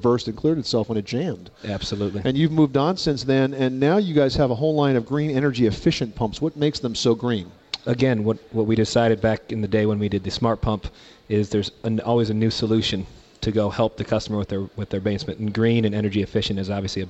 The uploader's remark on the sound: Live broadcast from the 2010 National Hardware Show in Las Vegas, Nevada.